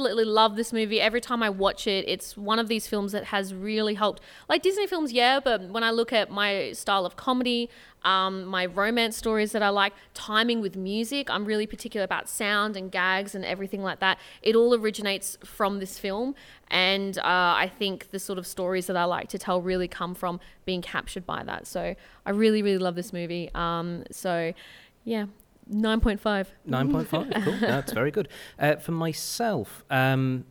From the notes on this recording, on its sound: CCUC LIVE! A live studio audience.